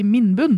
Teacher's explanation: Men cocktailselskapssammenheng, så vil jeg absolutt si at dette holder mål, at du har den lyse vokalen først, og så kommer den mørke